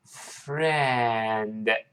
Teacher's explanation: 注意上牙处下唇发 f，f，f，声带不准动，气流出来发 friend